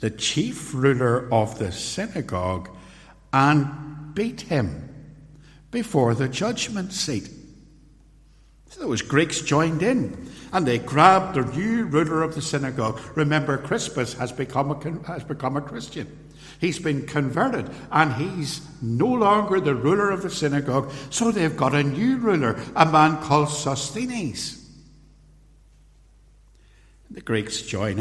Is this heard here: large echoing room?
yes